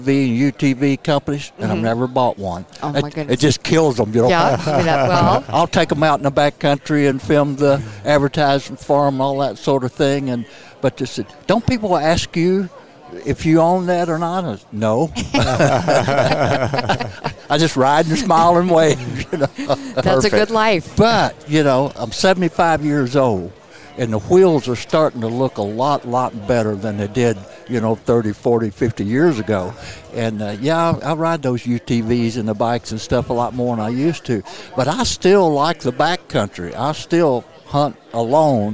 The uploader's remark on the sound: at the Safari Club International Convention in Nashville, Tn.